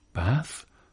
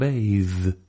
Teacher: I can capture both the voiceless TH of bath and the voiced TH of bathe.